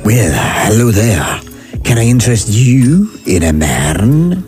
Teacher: Why did you add a rolling R to the word man?